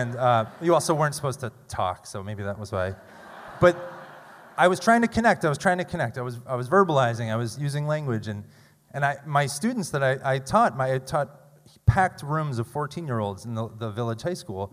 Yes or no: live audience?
yes